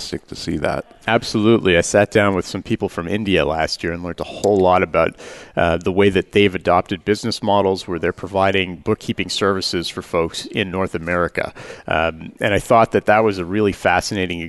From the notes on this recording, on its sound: Live Broadcast at the The IPBC IGNITE Conference.